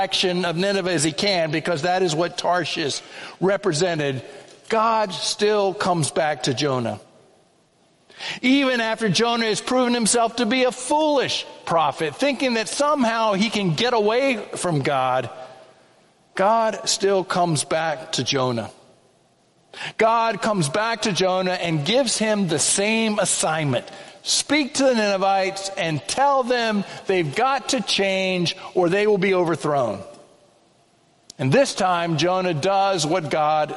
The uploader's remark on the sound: The Children's Sermon & Sermon were preached on Sunday, January 28, 2024 at First Presbyterian Church of Allentown.